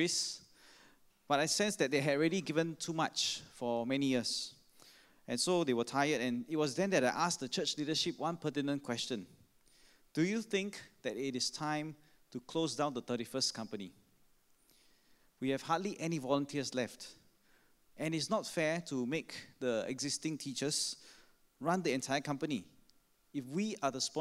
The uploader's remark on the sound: Sermon preached on 15 May 2016 at our 5pm Traditional Worship Service (BB Enrolment Service).